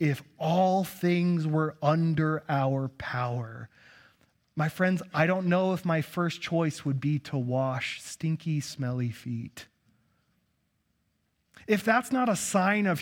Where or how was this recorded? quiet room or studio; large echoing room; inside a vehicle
large echoing room